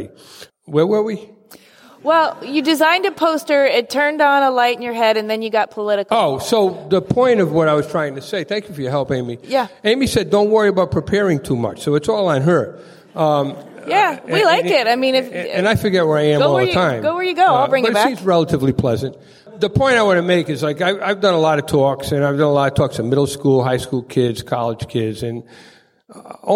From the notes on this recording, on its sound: taped live at RISD as the keynote presentation of Design Week RI